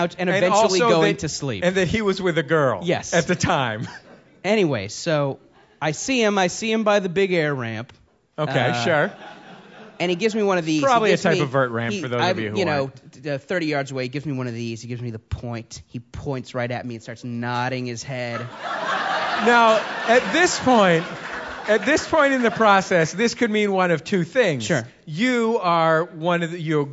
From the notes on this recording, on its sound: Recorded Live with the Monsters of Podcasting at SF Sketchfest.